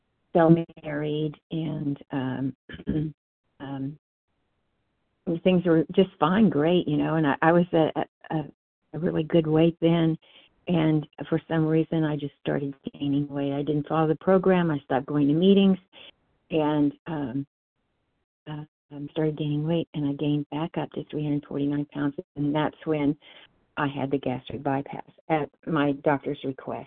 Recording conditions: phone line